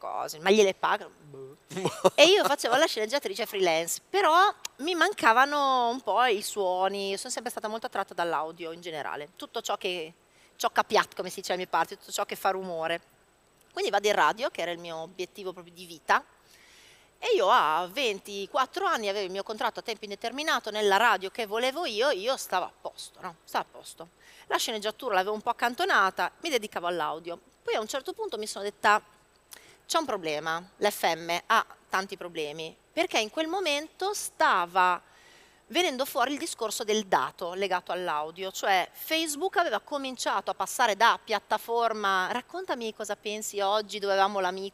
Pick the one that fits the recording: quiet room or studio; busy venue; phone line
busy venue